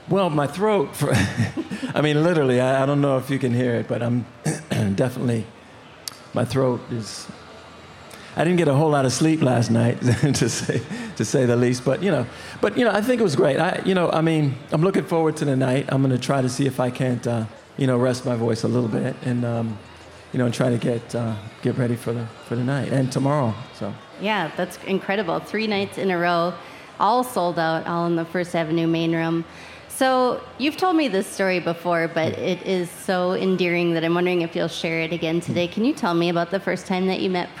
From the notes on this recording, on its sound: Recorded before a live audience at the Minnesota State Fair.